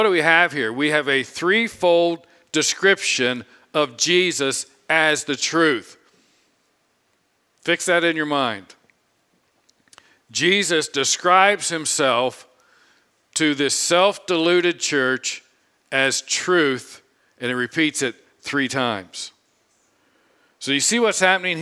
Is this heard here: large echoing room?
yes